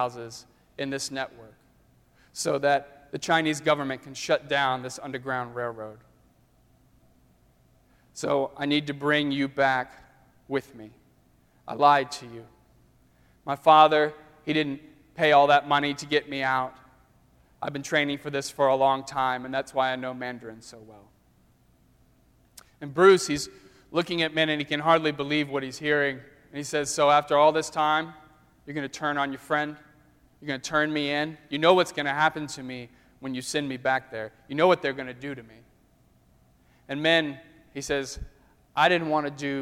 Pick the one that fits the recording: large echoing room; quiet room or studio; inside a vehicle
large echoing room